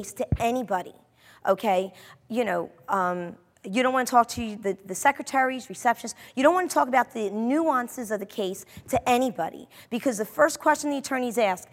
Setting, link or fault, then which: setting, live audience